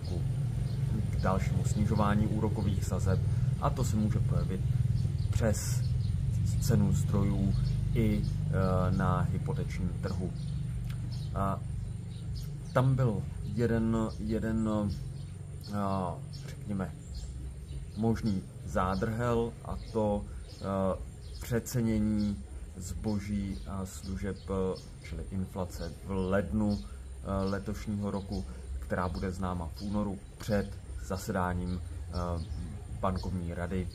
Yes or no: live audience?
no